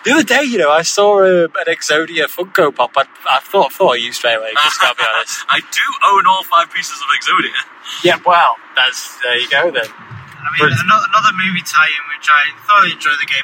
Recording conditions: inside a vehicle